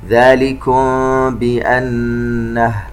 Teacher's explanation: ميم ساكنة وبعدها حرف الباء إخفاء شفوي